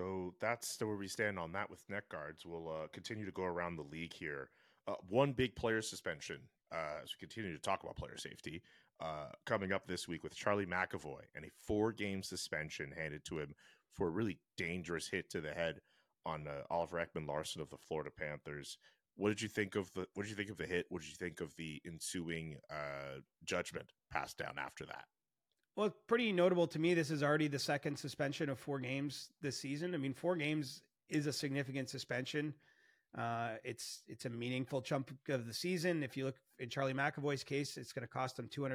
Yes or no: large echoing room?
no